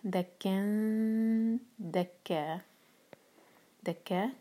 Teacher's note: ہم دو حرکات کھینچیں گے، یہ ہے مد عوض عن التنوین